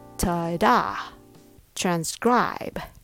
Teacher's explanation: There are only two syllables, but the stress is on the second one, scribe. So when you say transcribe, make sure that second part, scribe, is a bit stronger than the first.